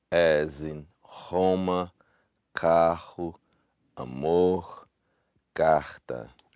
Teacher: that's the voiceless glottal fricative of the R sounds